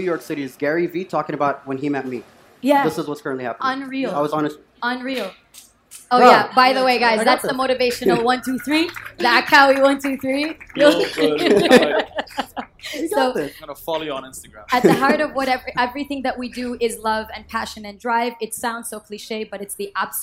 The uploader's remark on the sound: Live From #TodayAtApple